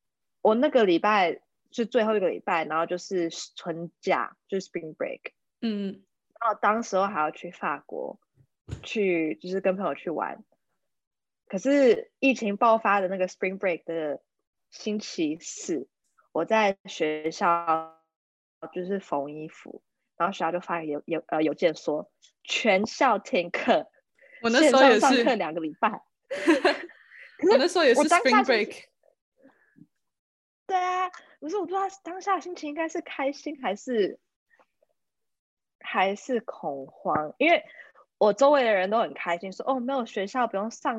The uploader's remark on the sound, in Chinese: 我們用透過zoom用遠距的方式錄音!